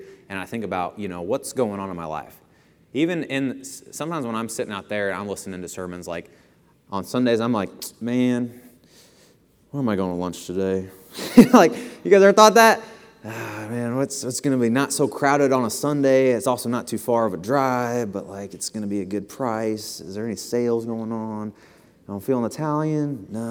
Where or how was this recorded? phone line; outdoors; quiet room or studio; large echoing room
large echoing room